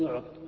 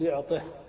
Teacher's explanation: يقول زيد لم يعطي مالا لأحد، ثم أردت أن تقف تقول زيد لم يعط أو زيد لم يعطه. إذا أردت أن تبين الكسر الذي على الطاء تقول يعطه · Shown in: second take · تريدها السكت لا تريد الضمير. · Term: هاء السكت